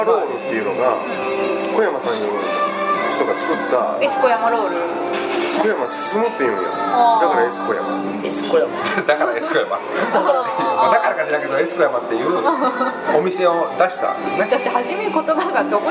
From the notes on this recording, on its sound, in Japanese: 韓国料理店での収録のため、バックにそれ系の音楽が流れてますｗ